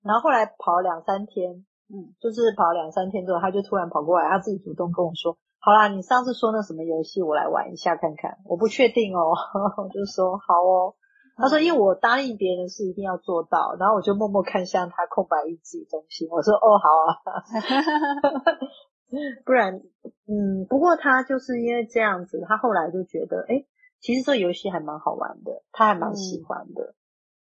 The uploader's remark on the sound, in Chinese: 此音檔是由club house直播中錄製的。故音質無法與專業麥克風及錄音室錄製比較。所有音檔都已盡最大能力去調整，讓聽眾的耳朵是舒服的。我被隔離了啦！喉嚨沒聲音！